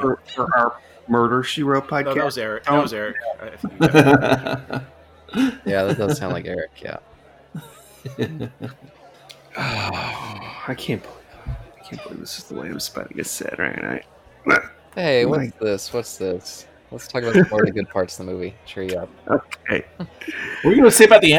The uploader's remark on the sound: This discussion was recorded in front of a live Bar side audience